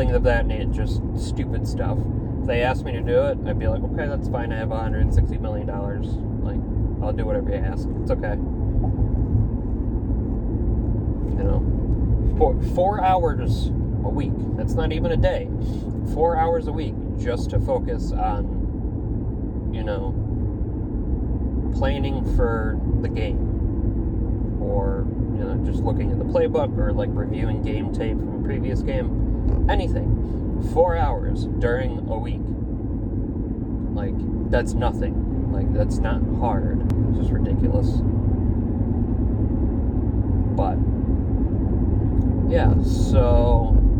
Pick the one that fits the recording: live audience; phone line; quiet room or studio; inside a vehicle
inside a vehicle